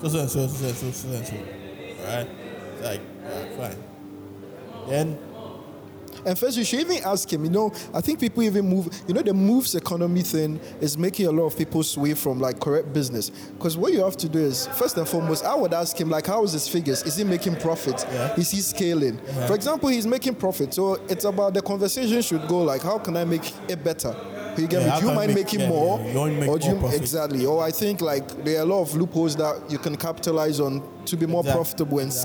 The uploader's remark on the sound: Take the podcast recording outside again. This time they record this episode at the ACCRA MALL Ltd.